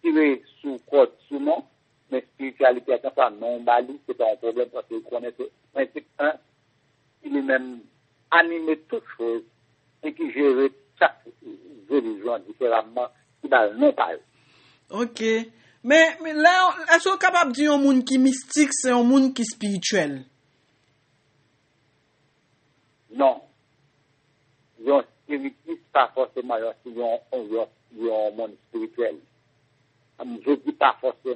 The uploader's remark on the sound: Phone conversation